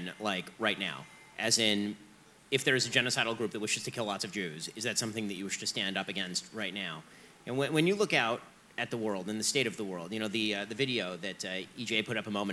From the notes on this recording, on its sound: interview from inside the conference